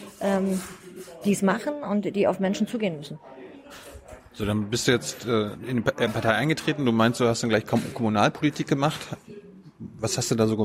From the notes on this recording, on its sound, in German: im "ocelot, bookstore" in der Berliner Brunnenstraße aufgenommen